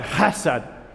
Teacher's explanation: It's not, it's not a nice H, not a soft H. It's this guttural H. It's, it's, it's that H that comes from, from deep inside, chesed, right?